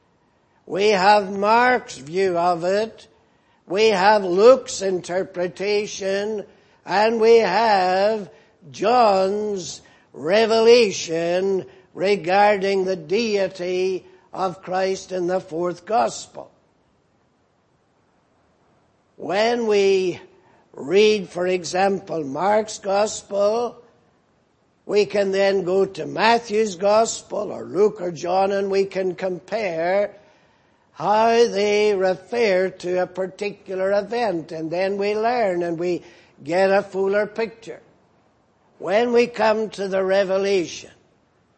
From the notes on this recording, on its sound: at the Lord's Day Morning service on 26th August, 2018